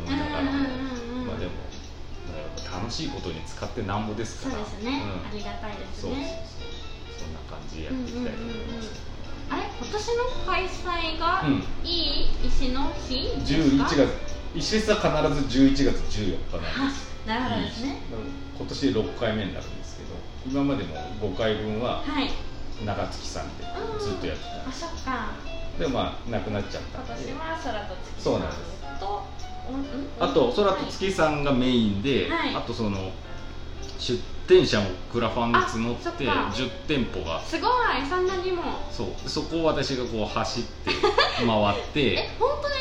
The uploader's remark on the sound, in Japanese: ネオ喫茶ププさんでの収録